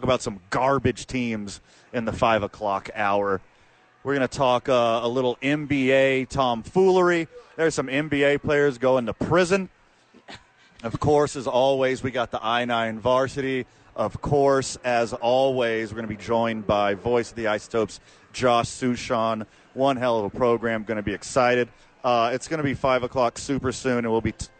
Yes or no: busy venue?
yes